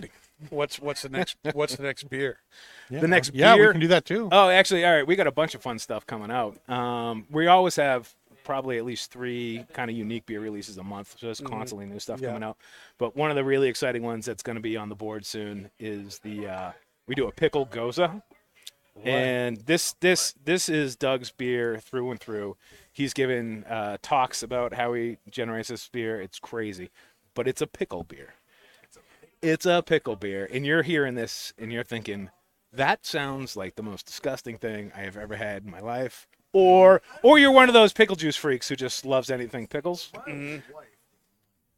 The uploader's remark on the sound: Recorded live at the 7-20-4 Lounge in Londonderry, NH.